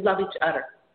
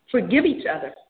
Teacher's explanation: in her broken English, she couldn't pronounce TH sound. She would say, love each other.